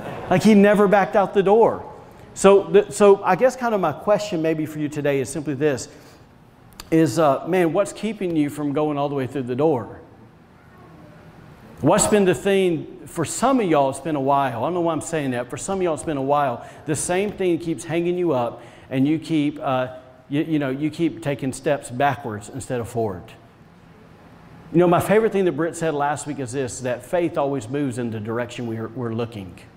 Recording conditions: large echoing room